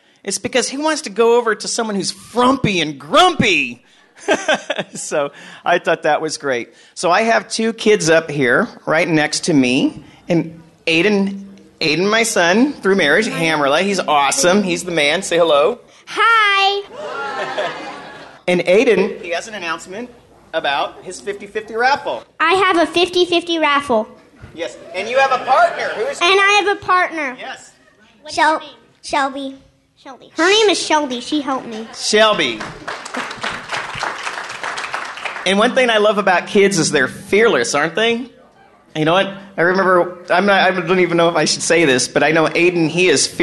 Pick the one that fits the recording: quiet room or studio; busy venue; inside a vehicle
busy venue